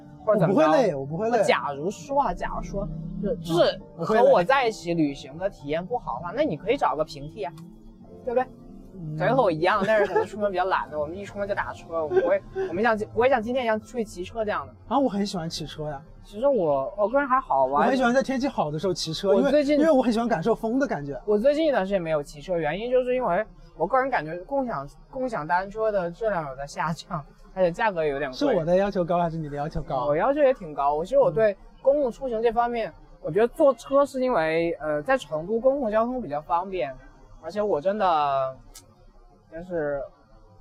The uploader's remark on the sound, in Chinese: 这是在西安城墙下录制的一期播客